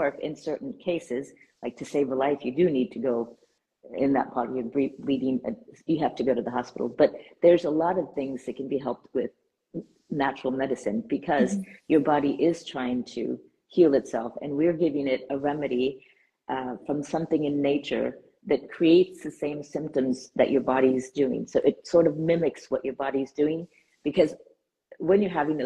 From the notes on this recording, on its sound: was recorded live on Instagram.